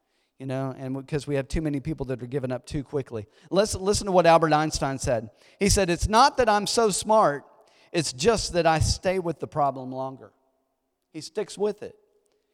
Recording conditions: large echoing room